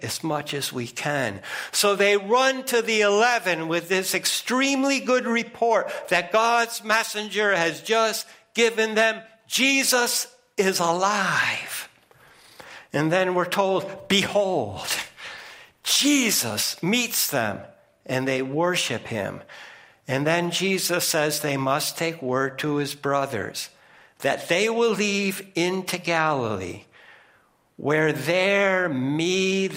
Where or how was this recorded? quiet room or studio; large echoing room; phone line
large echoing room